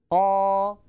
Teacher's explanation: نشأت من تطويل فتحة ق، إذن طولت فتحة ق فنشأ حرف الألف · Term: المد الطبيعي